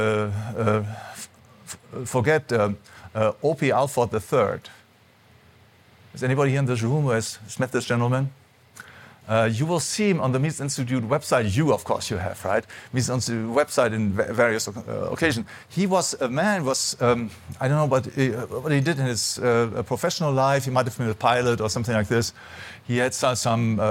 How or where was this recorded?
live audience